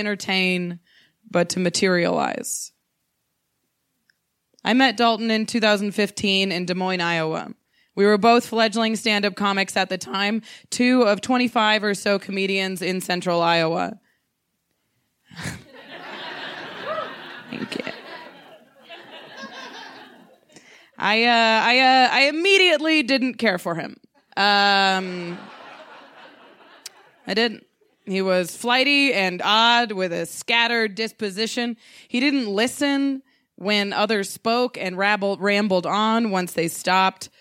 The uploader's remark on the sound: She told this story in front of a live audience at Buntport Theater; the theme of the evening was “Ghosts.”